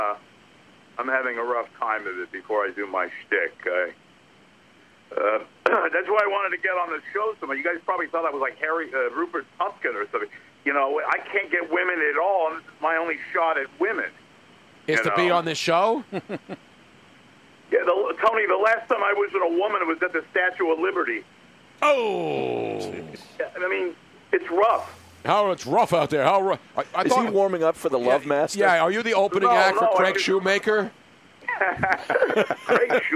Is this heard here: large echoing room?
no